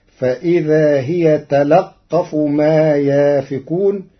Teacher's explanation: قرأ ورش كلمة تلقف بفتح اللام وتشديد القاف فتصير فإذا هي تلقف ما يأفكون من تلقف.